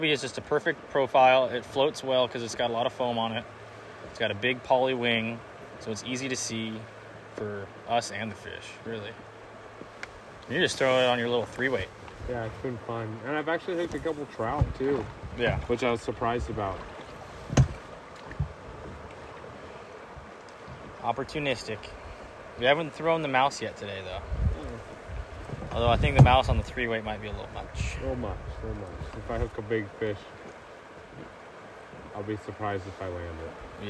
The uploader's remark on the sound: LIVE on the River!